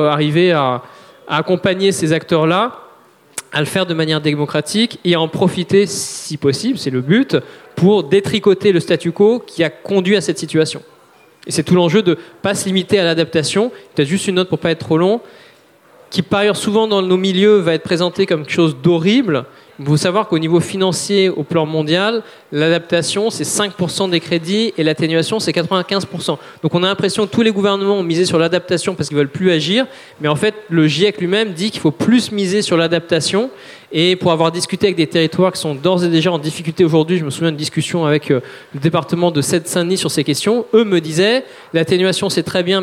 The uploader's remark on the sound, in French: Conférence enregistrée en public à la REcyclerie, en partenariat avec le podcast Présage.